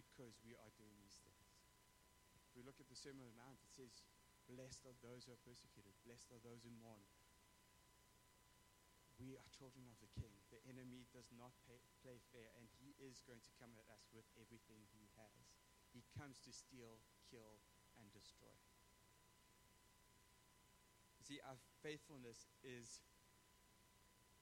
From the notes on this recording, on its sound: We apologize for the low sound quality, the issue will be resolved for the next recordings.